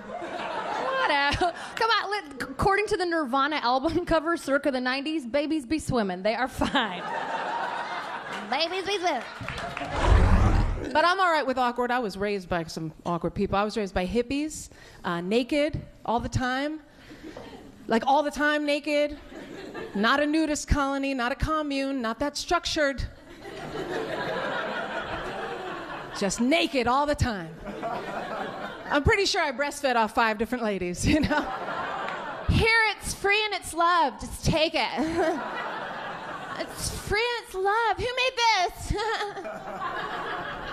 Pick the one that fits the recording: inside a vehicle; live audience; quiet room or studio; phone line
live audience